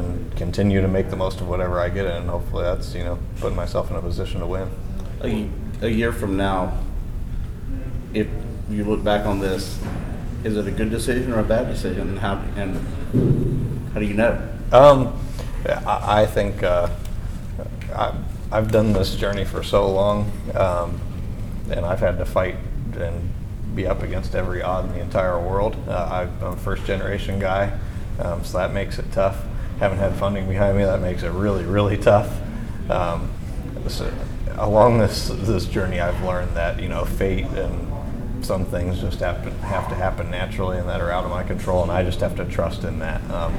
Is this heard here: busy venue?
yes